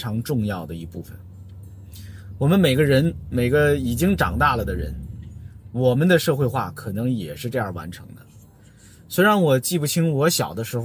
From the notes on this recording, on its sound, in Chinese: 本期「红灯区」节目还是在车内、在满是红灯的拥堵道路上录制。一刀未剪，一句没落。